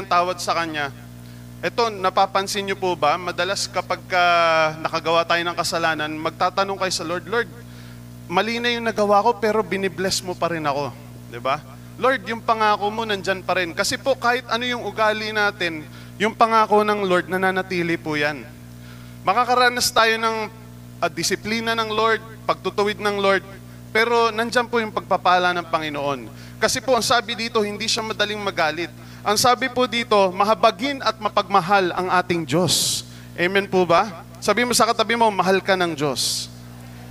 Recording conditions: large echoing room